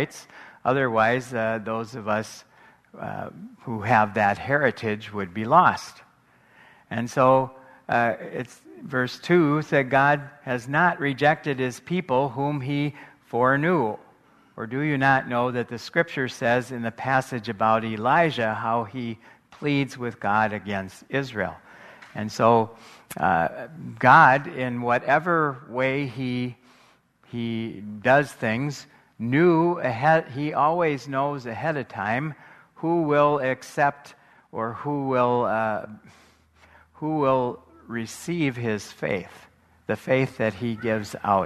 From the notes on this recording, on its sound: Live from the MN State Fair